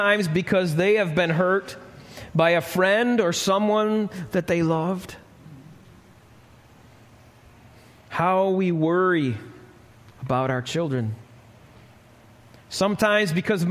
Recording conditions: live audience